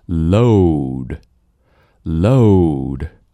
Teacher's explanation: 它的舌尖啊是在上齿龈那里，是从上到下走